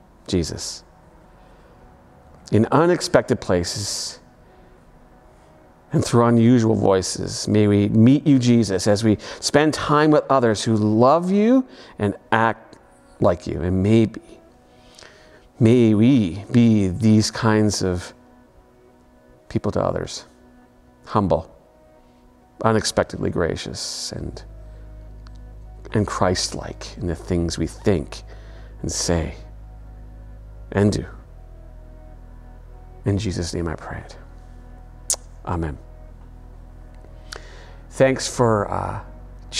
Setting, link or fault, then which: setting, large echoing room